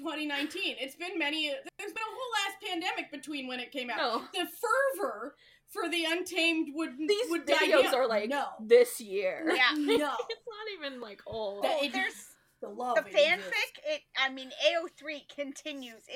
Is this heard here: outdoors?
no